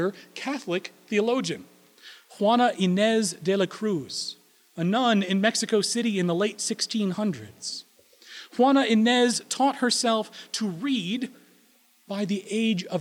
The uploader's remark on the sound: Recorded April 17, 2016 at Corona United Presbyterian Church, New Mexico